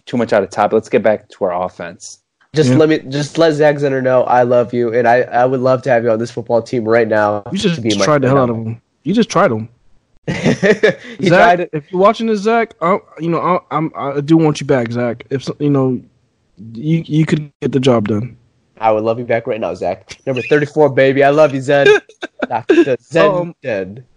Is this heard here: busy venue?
no